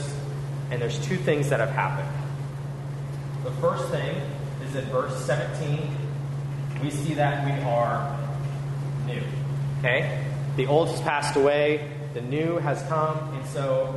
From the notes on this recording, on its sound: We apologize for the sound quality.